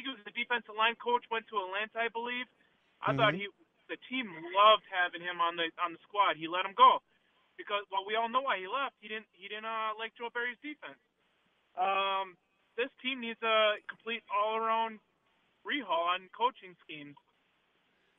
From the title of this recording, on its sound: Hour 2: callers sound off